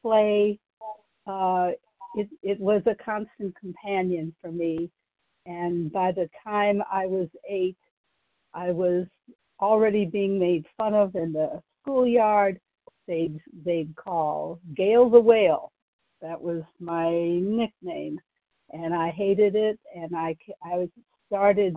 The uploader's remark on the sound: Qualification from the 100 Pounders Phone Meeting.